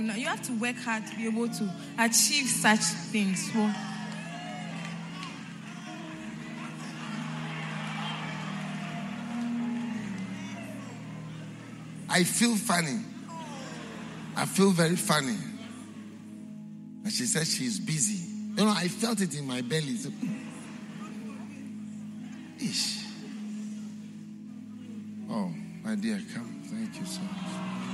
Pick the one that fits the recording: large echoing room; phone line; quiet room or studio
large echoing room